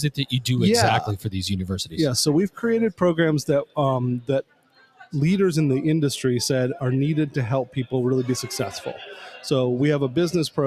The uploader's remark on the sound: recorded LIVE & in person from the InsightsEDU 2024 conference in Phoenix, AZ